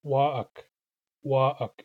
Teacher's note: the word for shy is wa'ak, wa'ak, and it starts with a glottalized W